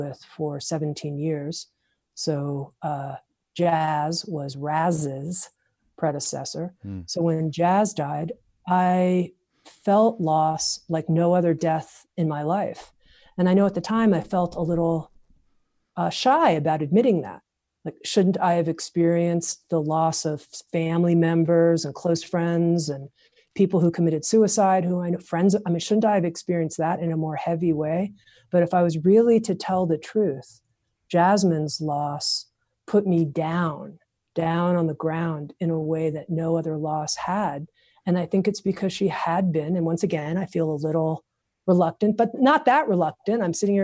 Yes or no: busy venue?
no